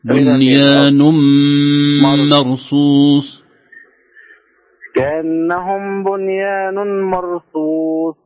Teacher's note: ليست نن، ما في النون الأخيرة هذه، نون التنوين هذه مدغمة. بنيان من النين نون مباشرة إلى الميم. · Term: إدغام بغنة